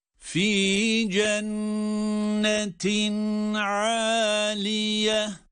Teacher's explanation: Burada da tenvinden sonra ayn harfi geldiği için izhar yapılıyor. Yani tenvin açıkça okunuyor. Fi cennetin aliye, aliye bir elif miktarı.